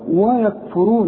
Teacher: يبقى الراء هي اللي في هذه الكلمة المفخمة فقط